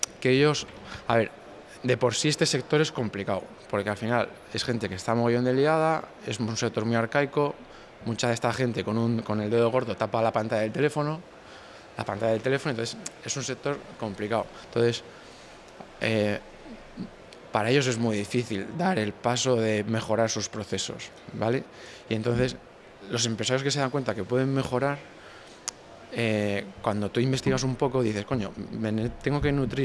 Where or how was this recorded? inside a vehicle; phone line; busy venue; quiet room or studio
busy venue